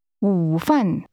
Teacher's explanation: Lunch is pronounced with a falling, rising tone, followed by a falling tone.